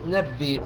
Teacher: الهمزة هنا ساكنة وقبلها كسر، فإذا ستبدل الهمزة ياء · Term: إبدال الهمزة ياء